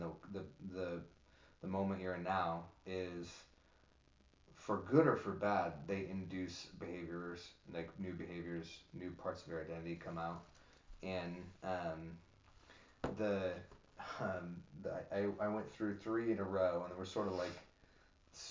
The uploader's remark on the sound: This was recorded early on and since then we have learned a few audio tricks which we are still perfecting